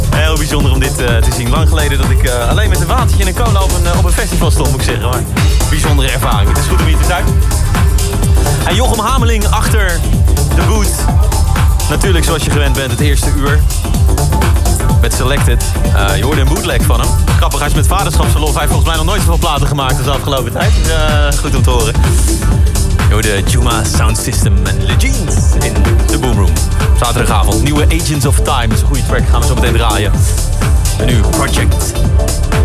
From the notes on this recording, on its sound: live from Pleinvrees Festival 2023